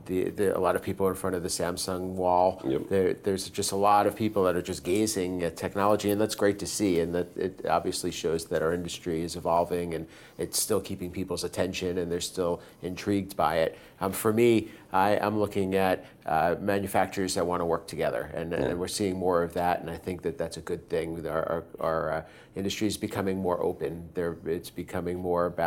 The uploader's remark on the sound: Live From ISE 2024